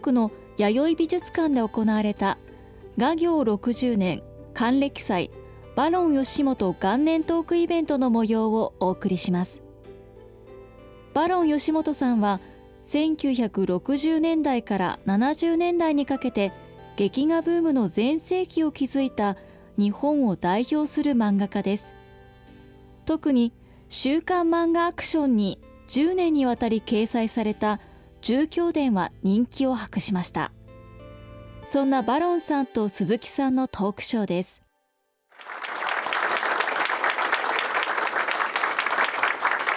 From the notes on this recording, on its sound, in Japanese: 東京都文京区の弥生美術館で行われた